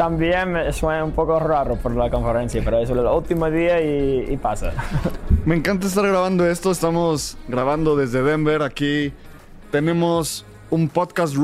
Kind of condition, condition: setting, busy venue